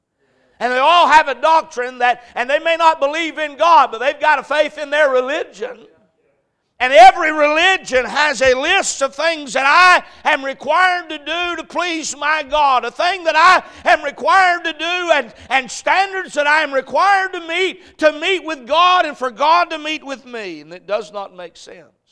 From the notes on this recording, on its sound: A message preached at Crossroads Baptist Church